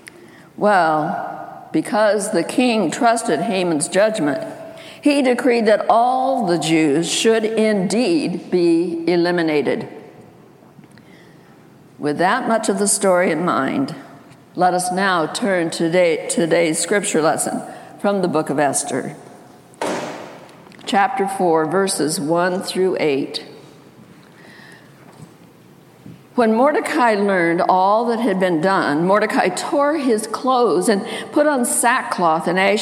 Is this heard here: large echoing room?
yes